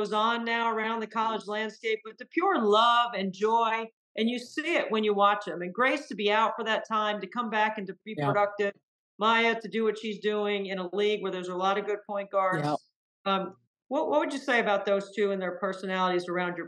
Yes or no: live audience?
no